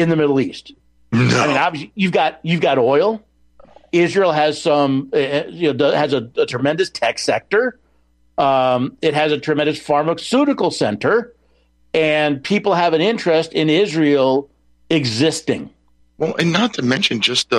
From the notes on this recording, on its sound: Your phone calls